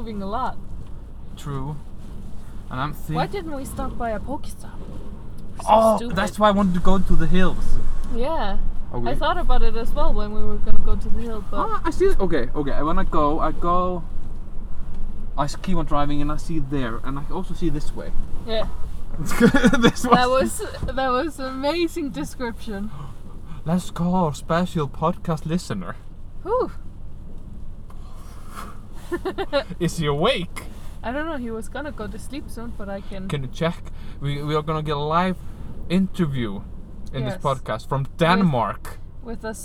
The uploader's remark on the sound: Live from the storm. We are LITERALLY recording in the car in the storm at night next to a kindergarten.